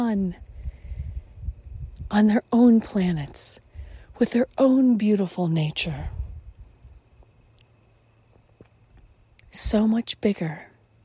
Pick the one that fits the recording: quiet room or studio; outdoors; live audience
outdoors